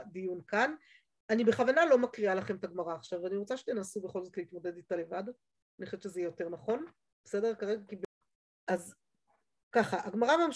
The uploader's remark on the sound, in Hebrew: השיעור הועבר והוקלט בזום. בישוב לשם.